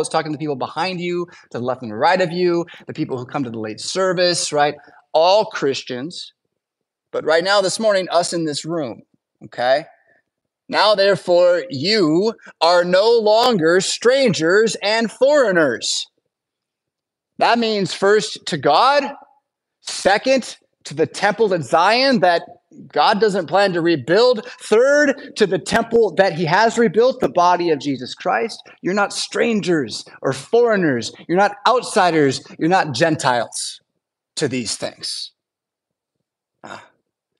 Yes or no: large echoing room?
yes